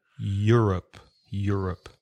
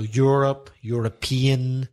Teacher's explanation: the E-U changes to a Y sound